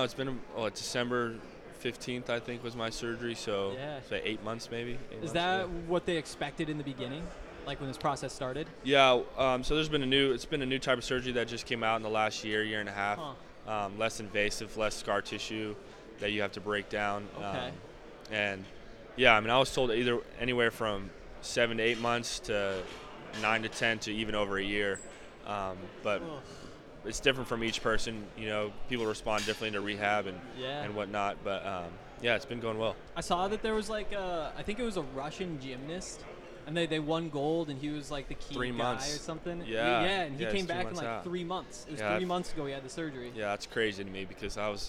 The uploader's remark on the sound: LIVE from Pac-12 Media Day